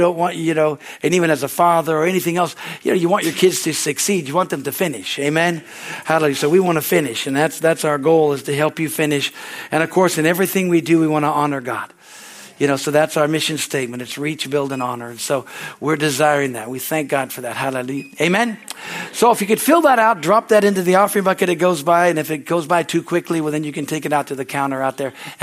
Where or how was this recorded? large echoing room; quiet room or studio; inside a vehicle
large echoing room